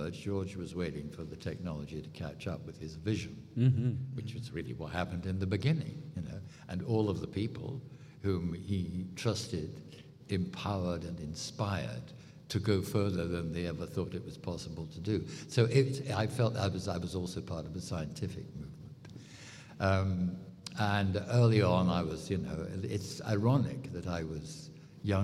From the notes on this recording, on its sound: I was given the opportunity to hop on stage. One of the great moments Rule the Galaxy had at ICCC.